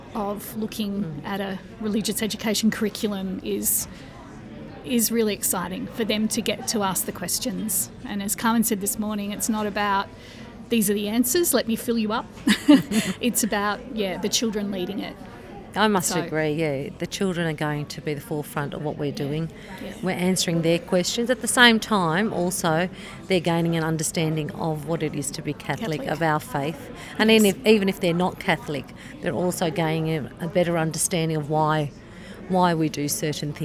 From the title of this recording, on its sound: Live From BootCamp